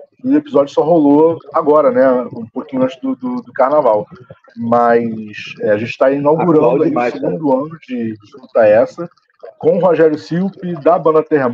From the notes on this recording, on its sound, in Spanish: mesa redonda virtual